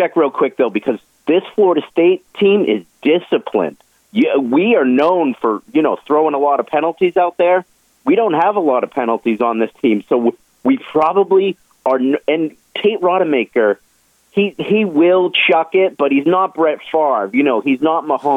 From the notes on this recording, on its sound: Both take to the phone lines today to share their thoughts on what's happening in the world of sports.